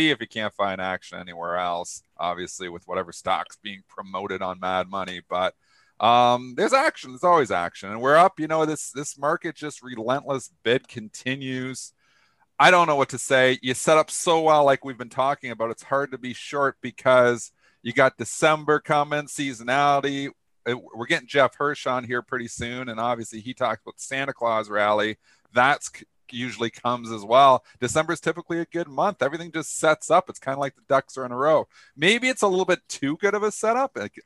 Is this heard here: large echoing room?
no